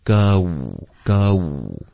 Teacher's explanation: 这个 you should go 的这个滑动也需要更饱满一点。开头是 go,结尾是 wu